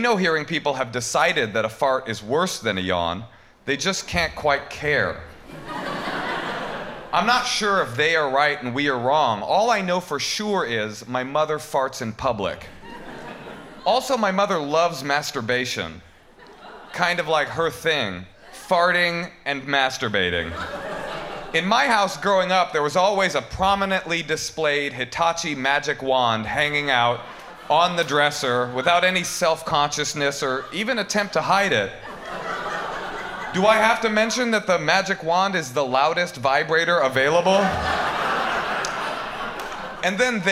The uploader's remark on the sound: These performances from our recent live show